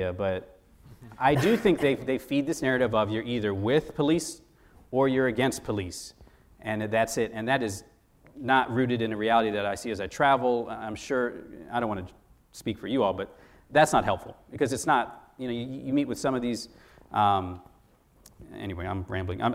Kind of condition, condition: setting, live audience